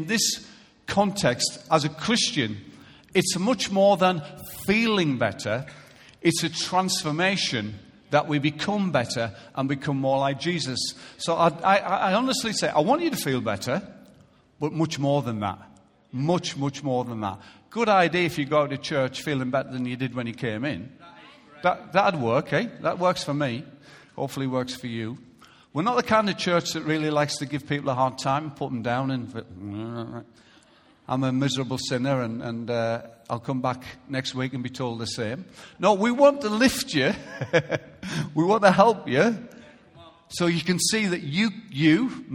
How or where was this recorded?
large echoing room